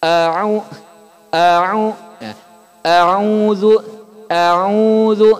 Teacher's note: Hamzah sama ain walaupun sama-sama dari tenggorokan, tempatnya beda. Hamzah di ujung, ain di tengah.